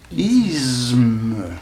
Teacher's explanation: Me étant une sonore, c'est-à-dire comportant des vibrations glottales, par assimilation, le se qui précède a une tendance, qu'on le veuille ou non, à devenir sonore lui-même.